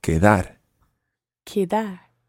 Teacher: Watch your Spanish D in there. It's always got to be a soft D.